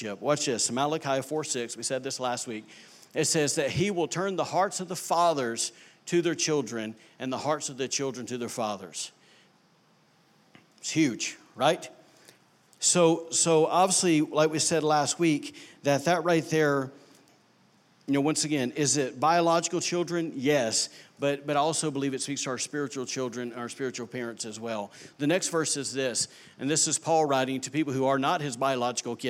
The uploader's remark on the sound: recorded on Sunday, January 6, 2019, during service at The Anchor Church in Rockport, Maine.